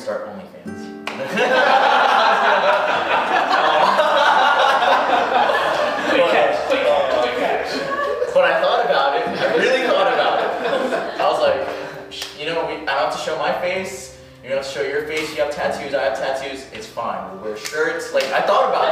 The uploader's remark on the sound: We had this interview live in one of his listed properties with several people in attendance. The island of Oahu in Hawaii.